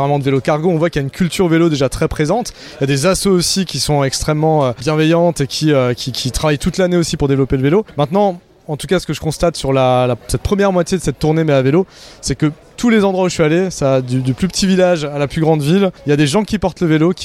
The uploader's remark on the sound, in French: A notre micro, lors du Cargo Bike Festival de Lyon